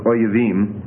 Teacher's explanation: So you get oyev, meaning enemy, becomes oyevim. And notice that tseri has in fact reduced to shua.